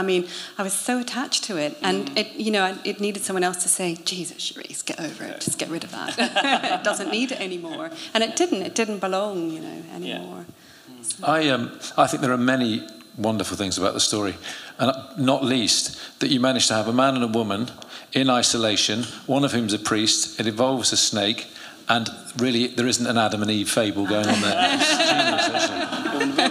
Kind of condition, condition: setting, live audience